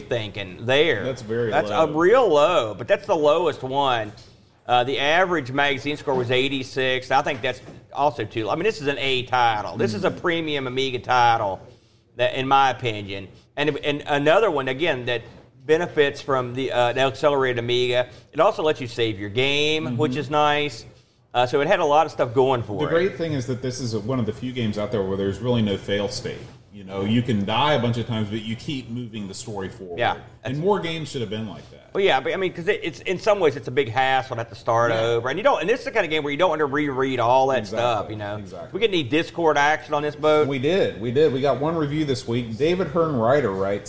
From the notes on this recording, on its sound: LIVE from Boatfest 2023